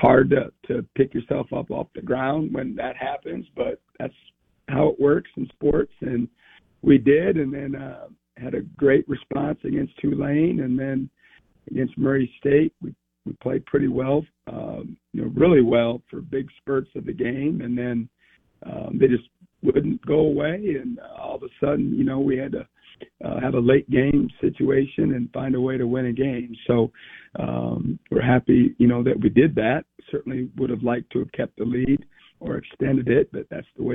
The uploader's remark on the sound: Joins the show on the Farm Bureau guest line talking about the team at this point in the season live in the BankPlus Studio.